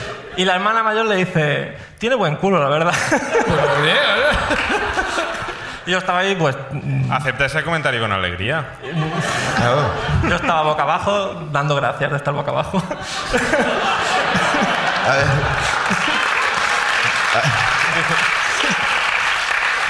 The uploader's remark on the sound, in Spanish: La Ruina desde Palma. El público de Palma nos explica sus ruinas.